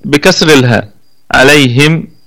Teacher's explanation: لكن لبقية القراء بكسر الهاء عليهم